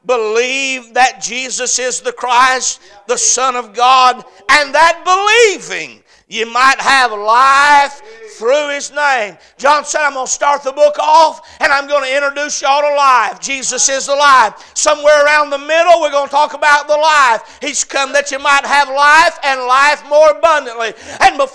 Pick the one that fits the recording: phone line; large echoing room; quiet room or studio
large echoing room